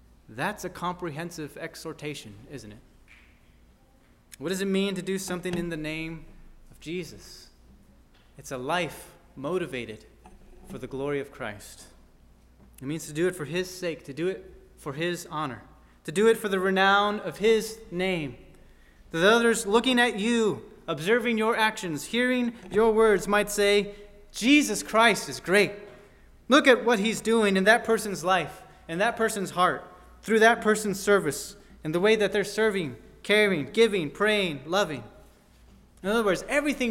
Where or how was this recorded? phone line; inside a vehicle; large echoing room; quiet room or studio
large echoing room